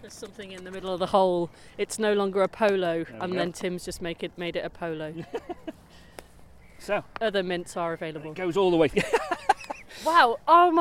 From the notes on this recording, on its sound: This time we’re walking from the Palantine pub in Hadfield, via Lambgates to Roughfields - keeping our eye out for interesting stone markings, bits of pottery and gateposts.